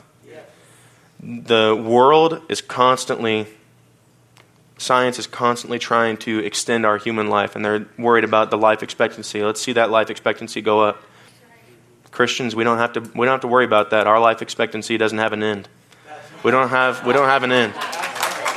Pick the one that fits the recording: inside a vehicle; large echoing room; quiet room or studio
large echoing room